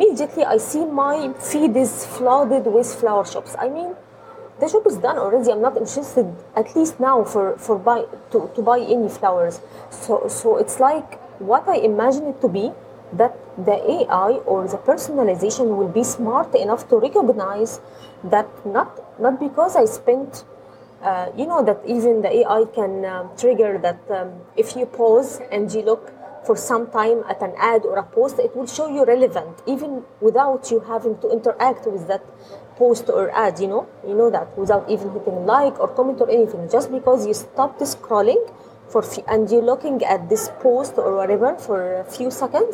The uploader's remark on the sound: Recorded in a quaint coffee shop in Dubai.